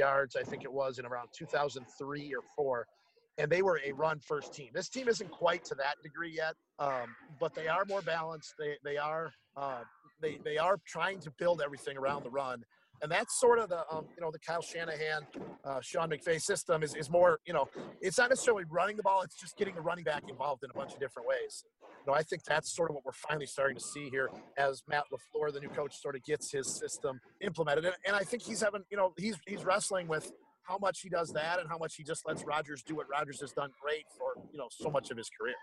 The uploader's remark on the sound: Live from Regents Field in Ann Arbor, Michigan.